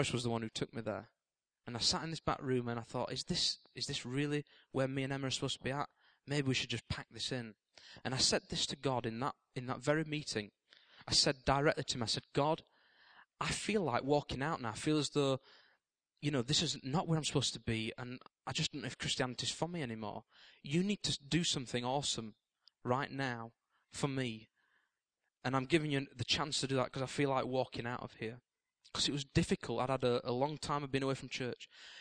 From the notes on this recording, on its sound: This recording comes from King's Church and was taken at the end of September 2010.